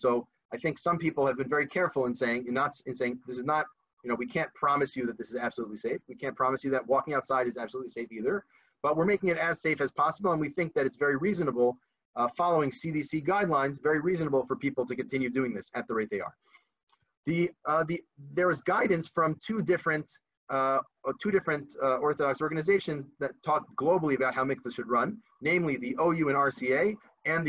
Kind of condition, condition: link, video call